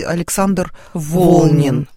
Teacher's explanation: в православной энциклопедии ударение на первый слог